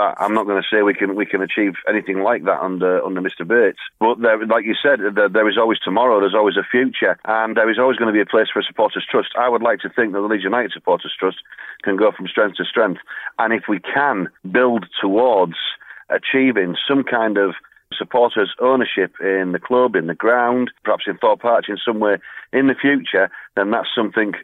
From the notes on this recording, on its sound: on the phone